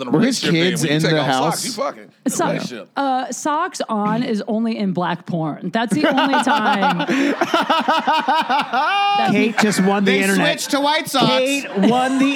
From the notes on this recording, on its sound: LIVE FROM NOHO COMEDY FEST. We went live onstage in North Hollywood.